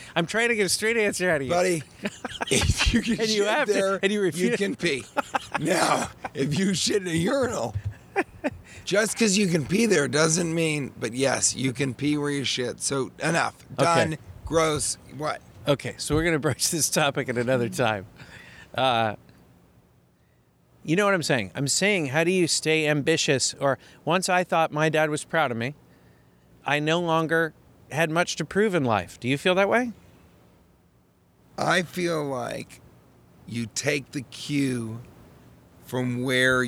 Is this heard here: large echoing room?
no